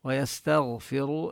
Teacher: ويستغفر التاء مرققة والغين مفخمة، والراب يستغفر مفخمة عند حفص لأنها مضمومة، ونمد الواو مدا طبيعيا.